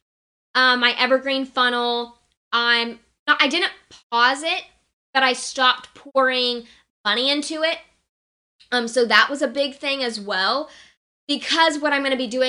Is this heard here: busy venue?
no